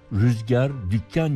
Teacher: Oysa rüzgar, dükkan gibi sözcüklerde şapka vardır ve A'ları inceltir. · Term: inceltme